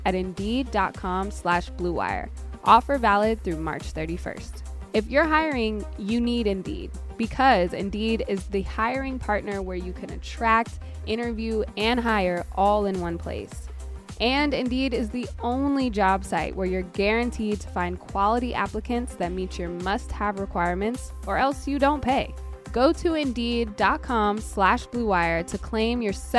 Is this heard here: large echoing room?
no